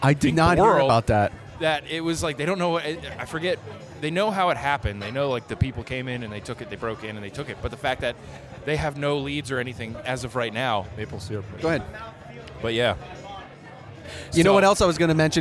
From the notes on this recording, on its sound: LIVE at Boston Hotsauce Fest! Chatting with Festival-goers and What Sauces We’ve Tried. Talking with festival-goers.